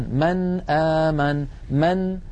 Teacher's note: فإذا رأينا رأس الخاء يعني كأنها حاء فوق نون ما، فإن هذه النون ساكنة يقرعها اللسان، مثلا من آمن من، فيقرع اللسان مخرج النون عند الهمزة ولا يتأثر بمجاورتها أبدا · Term: الإظهار